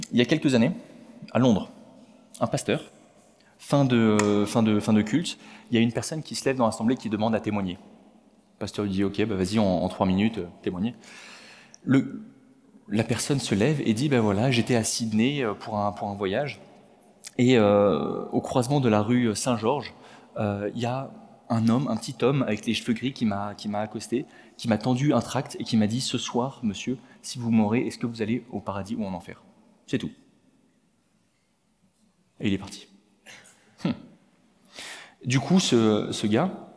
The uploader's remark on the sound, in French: Enregistré à l'église CVV, le 23/10/2022